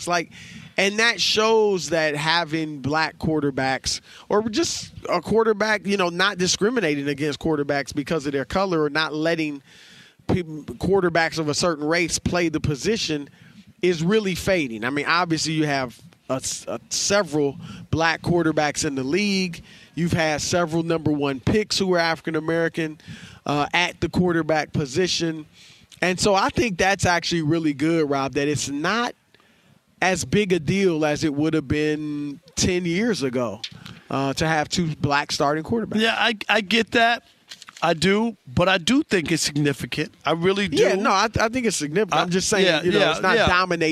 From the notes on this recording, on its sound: live from Radio Row in Phoenix ahead of Super Bowl 57!